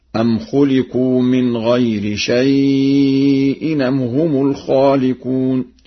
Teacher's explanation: يقرأ بنقل حركة الهمز إلى الساكن قبله